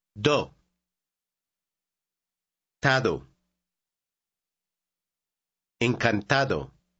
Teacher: Tado. There's a D near the end of the word. Notice that it is said almost like TH.